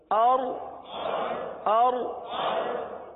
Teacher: را کے لیے زبان کو اٹھائیے، را کو پر پڑھیں گے، کیونکہ را ساکن سے پہلے زبر یا پیش آ جائے تو را کو پر پڑھا جاتا ہے، لہذا اس را کو پر پڑھیں گے.